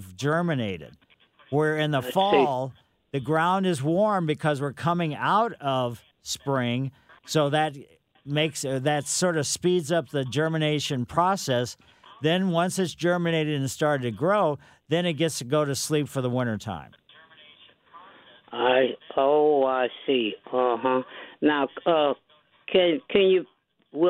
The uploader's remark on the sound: take all your phone calls for your gardening needs